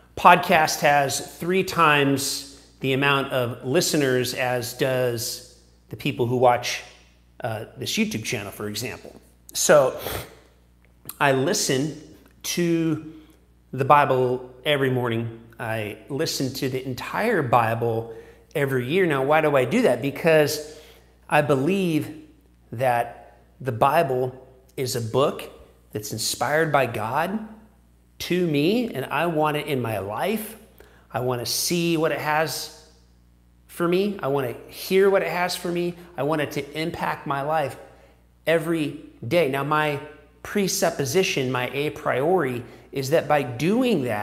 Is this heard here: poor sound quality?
no